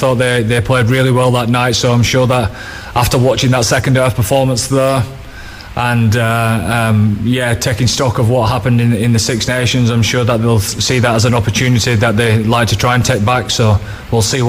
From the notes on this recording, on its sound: live in Croke Park